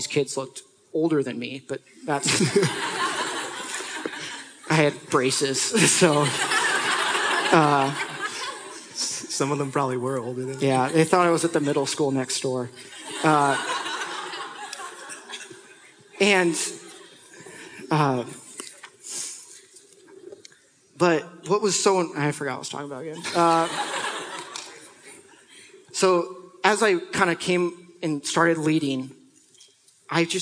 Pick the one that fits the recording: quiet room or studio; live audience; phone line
live audience